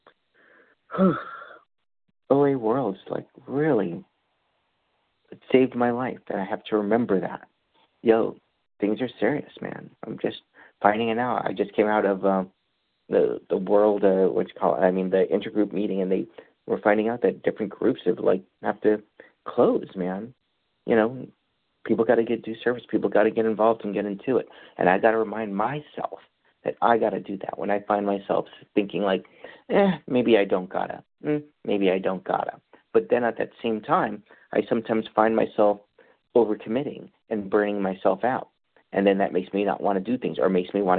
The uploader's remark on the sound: qualification from the 100 Pounders Phone Meeting